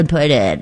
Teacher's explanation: you added like a vocal fry to that